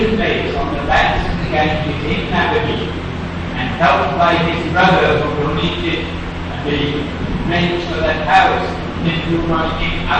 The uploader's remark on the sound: during the festival at our Vrindavan temple